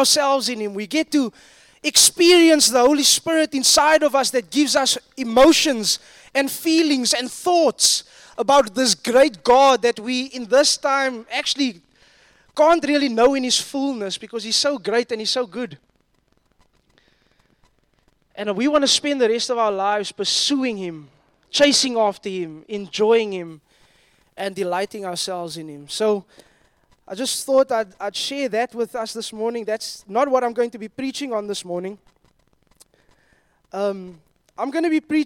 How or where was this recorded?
large echoing room